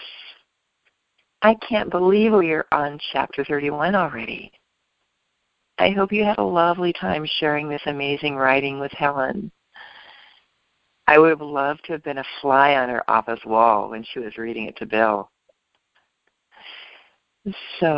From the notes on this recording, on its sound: ACIM Daily TEXT Conference Call